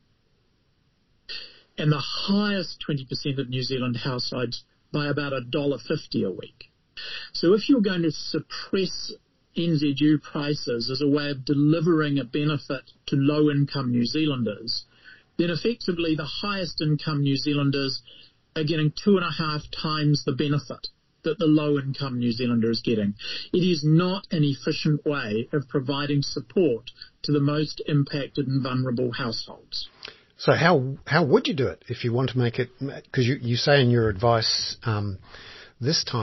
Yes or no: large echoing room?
no